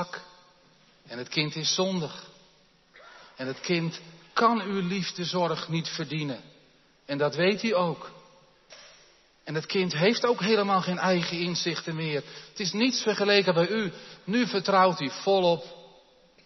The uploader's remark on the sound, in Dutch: De preek is op 15 januari 2023 opgenomen in de Jeruzalemkerk in Groningen.